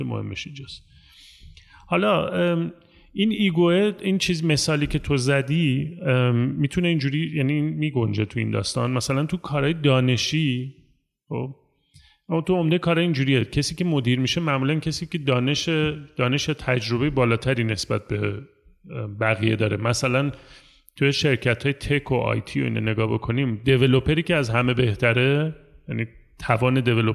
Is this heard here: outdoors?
no